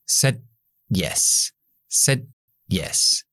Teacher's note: Said, subo la lengua, la D, y freno, pero no exploto